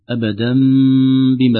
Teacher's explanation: قلب النون في التنوين، نون التنوين في أبدا بما إلى ميم مخفاه بها غنة · Term: إقلاب